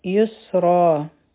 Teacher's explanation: مع العسر، عین به د حلق نه وایو، را به نری وایو. یسرا، را به دوه حرکا راکاږو، او غټه به یې وایو